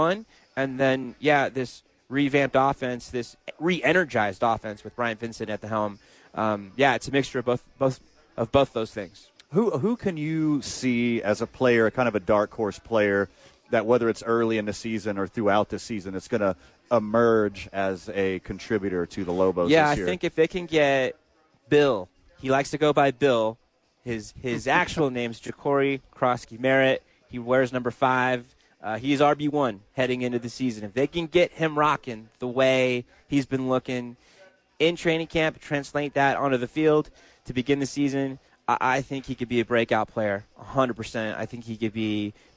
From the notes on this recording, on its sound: Live from ABQ AXE.